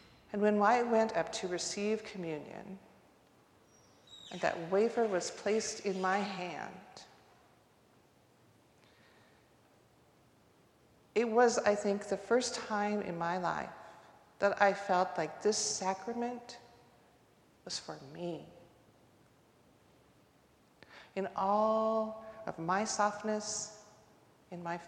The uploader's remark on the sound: recorded live at the 10:00am service